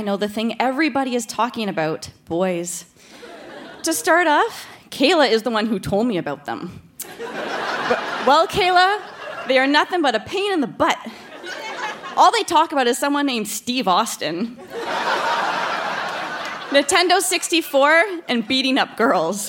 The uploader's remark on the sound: Recorded live at the Rio Theatre in Vancouver.